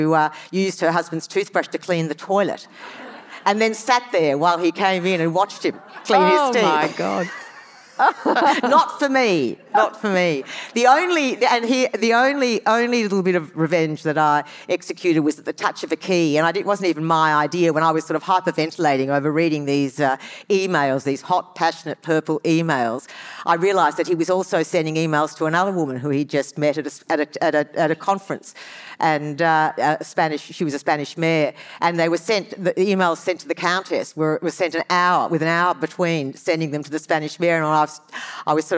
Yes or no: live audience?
yes